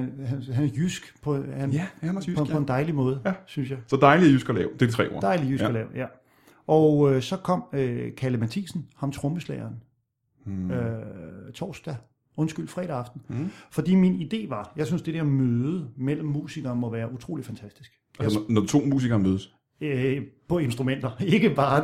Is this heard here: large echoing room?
no